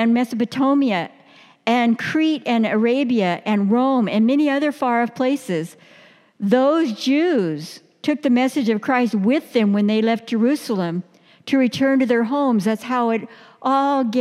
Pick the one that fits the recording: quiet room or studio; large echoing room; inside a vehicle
large echoing room